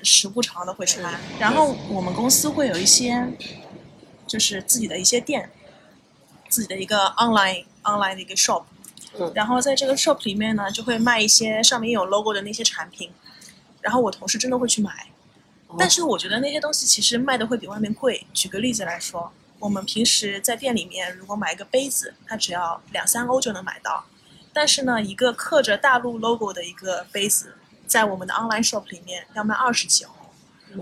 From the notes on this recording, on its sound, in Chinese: 本期录制场地所限，背景有些杂音，见谅。